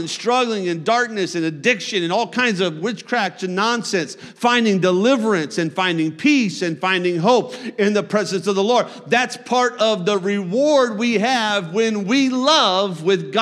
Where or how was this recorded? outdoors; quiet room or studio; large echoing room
large echoing room